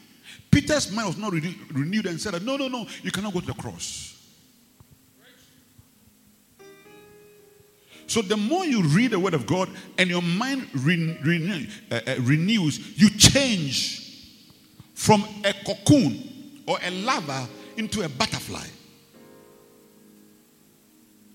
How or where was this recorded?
large echoing room